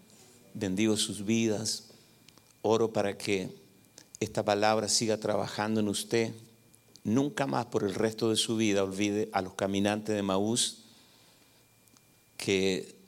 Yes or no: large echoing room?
yes